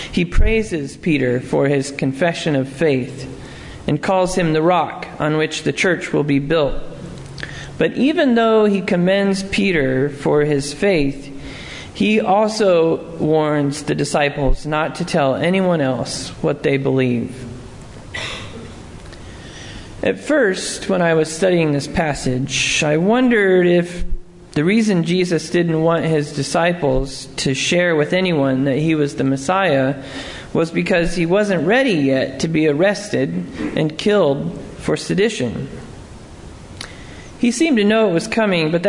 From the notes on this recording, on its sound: Sermon preached at Lovely Lane UMC